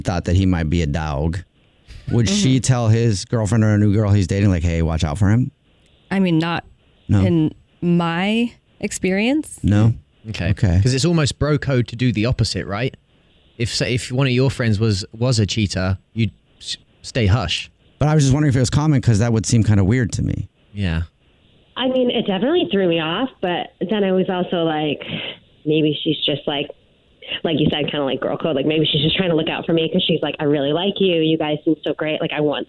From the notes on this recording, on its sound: A Phone Prank